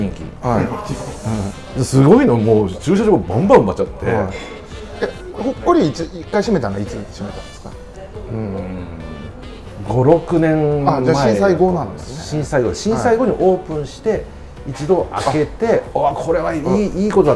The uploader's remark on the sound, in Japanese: 今回は鶴見線沿線某所の飲み屋にて収録。